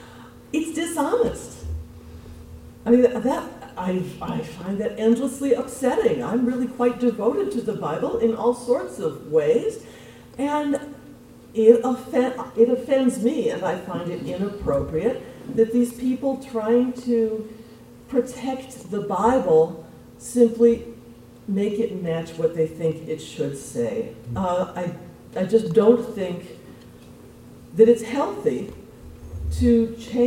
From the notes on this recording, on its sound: This podcast was recorded on May 1st, 7:30 PM at Temple Sholom in Springfield Ohio. Temple Sholom in Springfield Ohio for hosting the event.